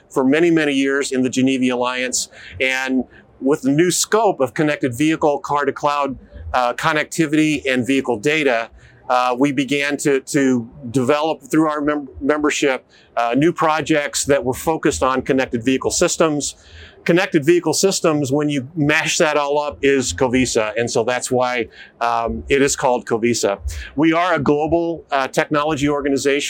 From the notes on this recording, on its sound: Filmed live at CES2024.